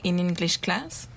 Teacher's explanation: the tone is neutral, flat. It's a fact.